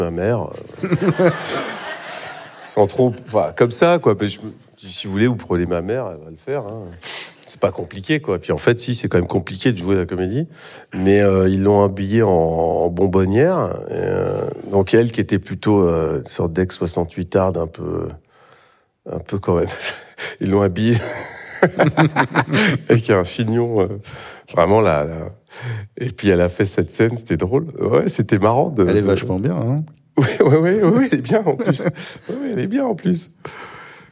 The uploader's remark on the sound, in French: Dans ce podcast enregistré en public.